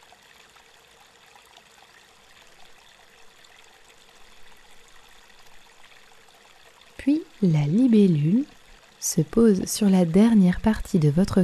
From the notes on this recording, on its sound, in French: Méditation au son de l'eau. Avec un enregistrement du son de la rivière de ma Normandie de coeur issue d'un petit village perdu dans l'Eure et entourée des libellules Mademoiselles. Vous serez surpris par ce son pur que j'ai pris soin d'enregistrer lors d'une agréable promenade avec mon tendre mari...